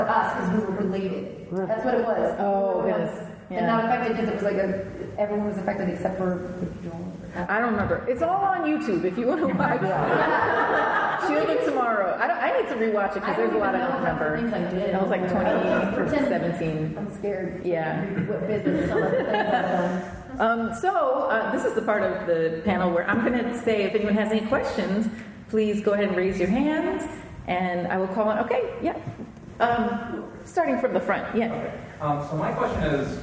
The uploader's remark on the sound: Recorded live at Mission Chicago.